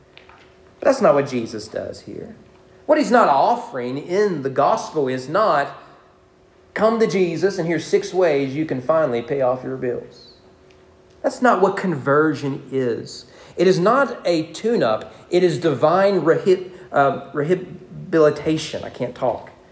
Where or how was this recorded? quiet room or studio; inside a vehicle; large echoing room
large echoing room